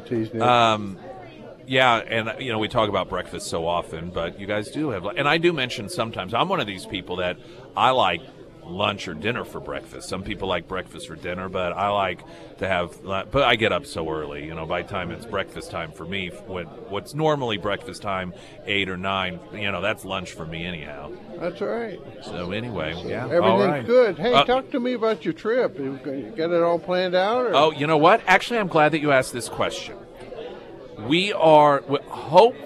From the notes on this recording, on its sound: live at Scramblers Diner